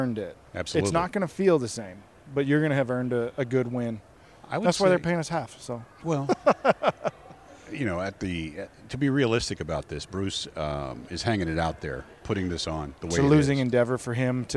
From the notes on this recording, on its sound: Live at the Vegas Shoot. Live in Las Vegas!